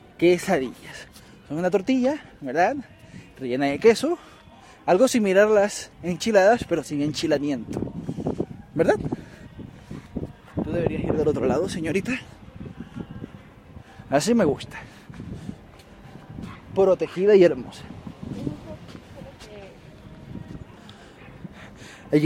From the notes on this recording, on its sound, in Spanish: Por la mala calidad de audio, grabé con mi celular al aire libre.